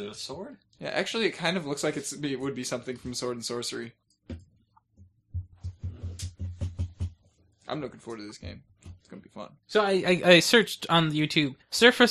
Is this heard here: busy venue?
no